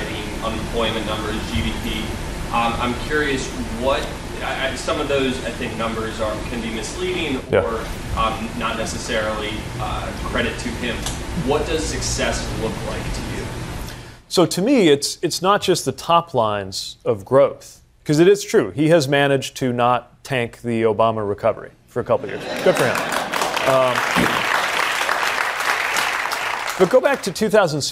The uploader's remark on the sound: Takes Questions From the Audience. Taking questions from the audience.